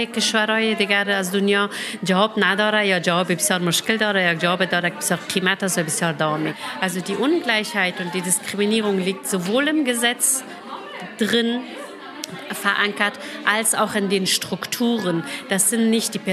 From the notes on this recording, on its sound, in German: Podiumsdiskussion in der Freiwilligenagentur in Marzahn-Hellersdorf. Wir waren dabei und haben die Diskussion aufgezeichnet.